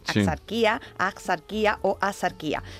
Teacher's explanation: el sonido que tiene actualmente la X, que es KS o GS o directamente S